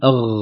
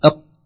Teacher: خروج جريان الصوت وانسيابه من المخرج أو حبسه في القاف محبوس بقوة القاف أق.